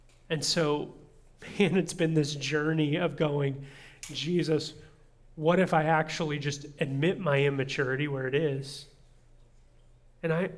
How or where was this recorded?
large echoing room